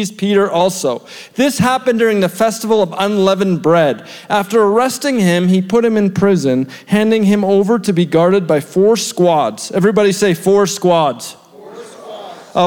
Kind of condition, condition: setting, large echoing room